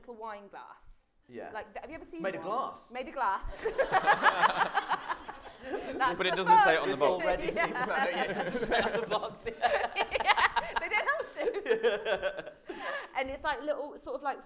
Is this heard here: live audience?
yes